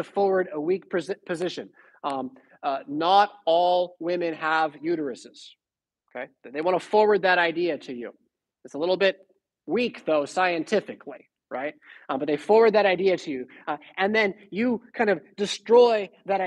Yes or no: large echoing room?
yes